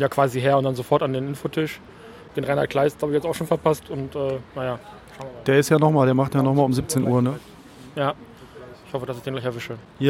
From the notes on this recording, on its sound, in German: Auch dieses Jahr haben wir wieder ein bisschen auf dem Hauptfestival aufgenommen und geben euch in der letzten Folge des Jahres einen kleinen Eindruck von der Comic Invasion 2018.